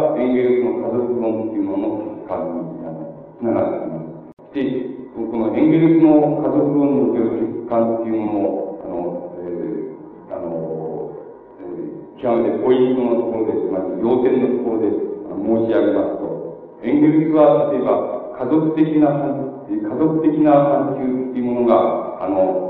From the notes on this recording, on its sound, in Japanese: 場所：岐阜大学。明治大学駿台祭での講演。音源は客席から録音されたもので 音質はあまりよくない。